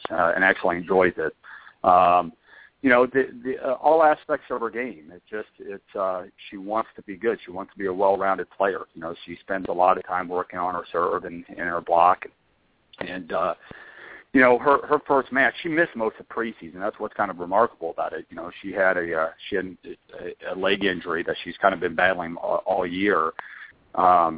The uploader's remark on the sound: called into the show